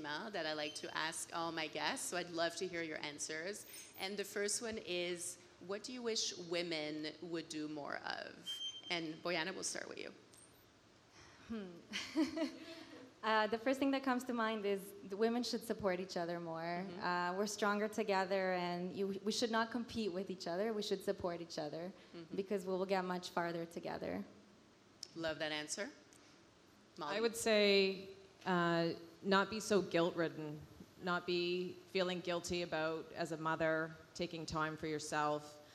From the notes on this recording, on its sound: Fashion Week recently wrapped up in Toronto, and we recorded a special episode of the Brand is Female at an event held by Canadian outerwear brand Sentaler in honour of their partnership with SickKids, The Hospital for Sick Children in Toronto.